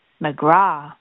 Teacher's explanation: the correct way to say my family name is McGraw, with a sort of drawn-out ah at the end, like you've just taken a good refreshing drink of water.